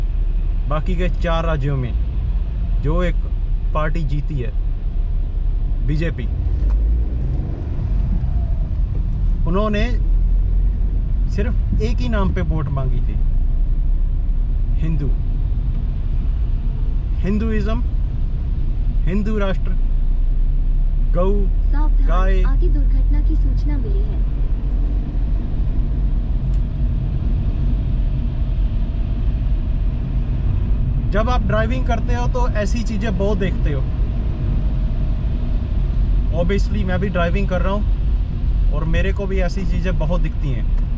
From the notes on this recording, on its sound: while driving